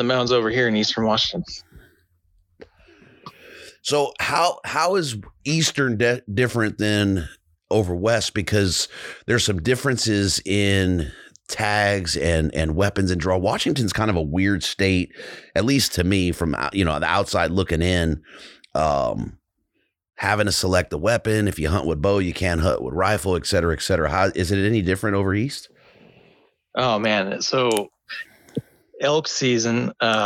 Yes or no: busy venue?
no